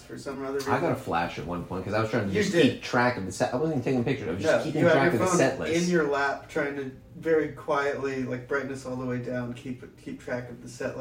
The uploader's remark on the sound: Our instant after-show pod. Please excuse the audio quality: this episode was recorded on a tin can in the basement of the Abernathy Building.